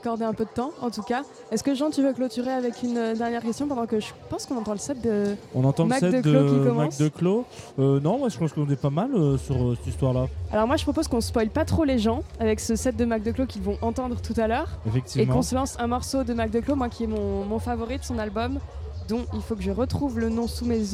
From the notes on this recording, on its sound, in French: Ce week-end on est en territoire Landais au Little Festival pour quelques jours a se mettre au vert (ou pas).